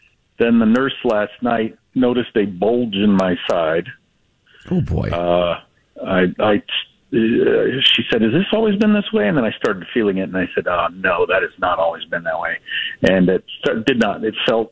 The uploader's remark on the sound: Calls-in with a live report from his hospital bed for an update on his emergency gall bladder surgery.